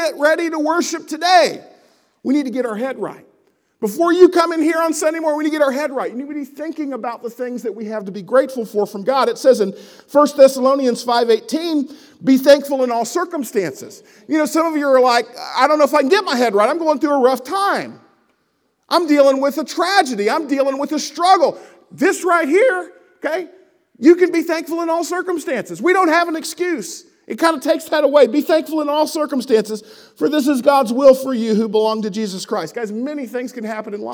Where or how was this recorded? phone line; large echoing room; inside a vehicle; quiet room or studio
large echoing room